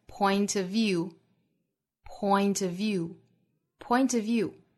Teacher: of 在后面跟 view 这个词的时候呢两个浊音的 v 相遇我们只发一个